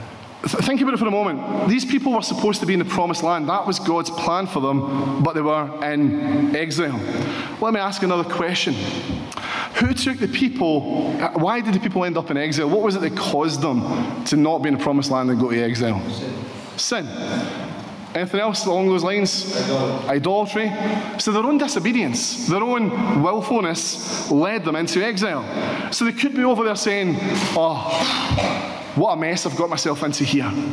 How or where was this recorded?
live audience